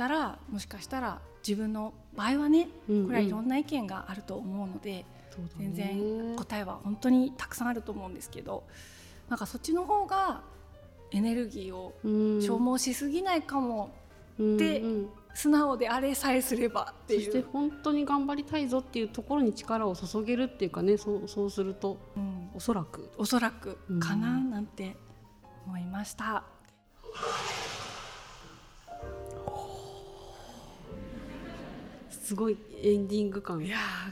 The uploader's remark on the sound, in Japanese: 本日は公開収録イベントの模様をお届け。20代思い出の地、青山で。